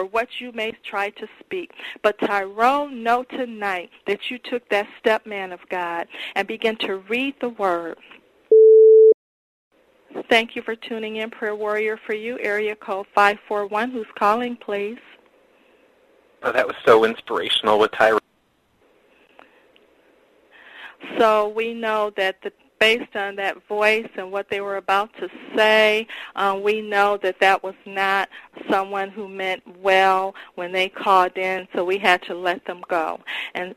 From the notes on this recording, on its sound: Prank Phone Calls